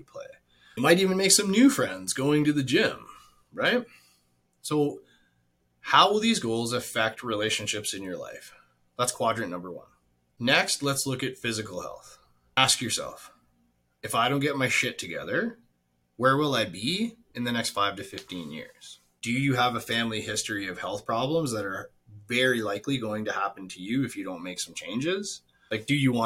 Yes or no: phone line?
no